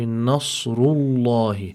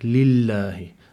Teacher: because the letter that preceded it had a dhamma on it, that means we must apply emphasis, tafkhim, to this lam · Shown in: first take · So we say, Nasrullahi.